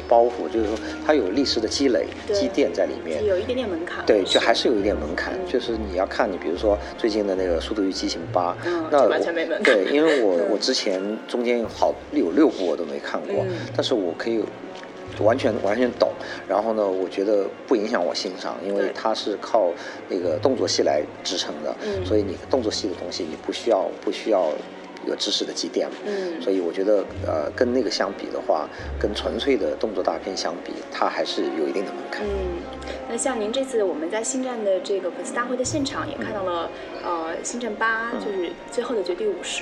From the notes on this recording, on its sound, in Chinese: 我们在佛罗里达奥兰多的星战全球粉丝大会的现场